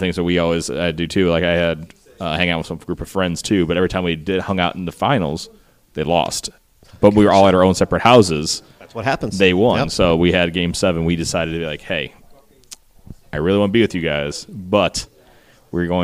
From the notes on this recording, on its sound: Live from Altered State Comics. It was great to be in store for these chats.